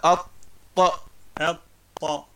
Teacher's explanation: والطاء أيضا فيها استعلاء. نعم. اللسان يكون فيها مقعر